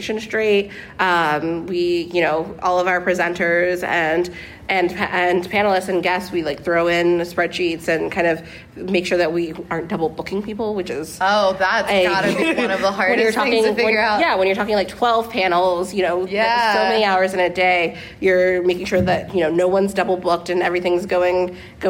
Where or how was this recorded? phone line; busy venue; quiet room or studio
busy venue